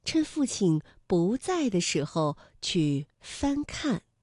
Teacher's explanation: 因为在是四声，所以我们读了二声不